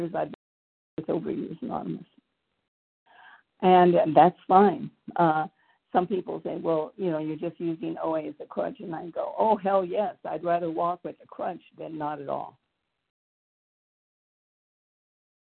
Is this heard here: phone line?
yes